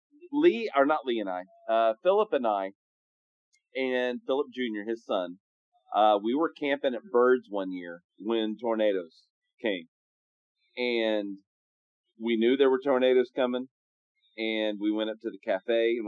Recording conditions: poor sound quality